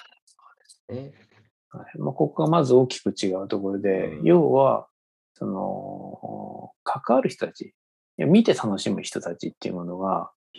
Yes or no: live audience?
no